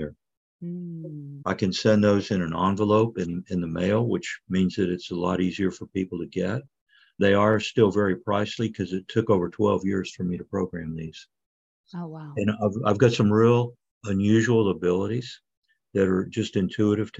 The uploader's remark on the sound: In this recording of a special livestream for the Conscious Awakening Network. In this recording of a special livestream for the Conscious Awakening Network.